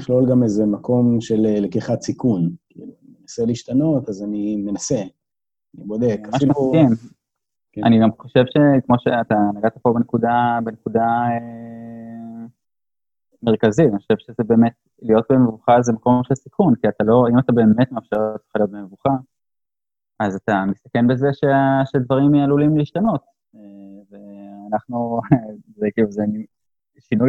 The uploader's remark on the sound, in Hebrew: איכות הסאונד יכולה הייתה להיות קצת יותר טובה